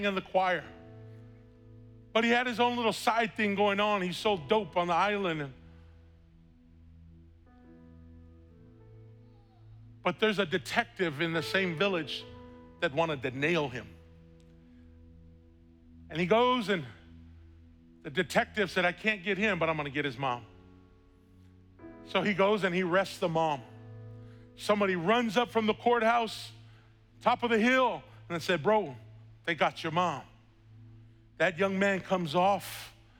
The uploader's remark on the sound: was preached on August 1st at the 11:30AM service.